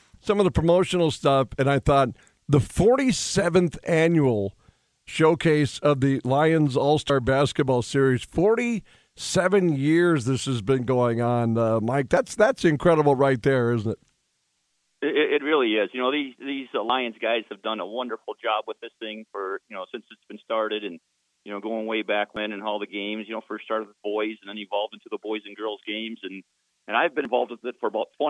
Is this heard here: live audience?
no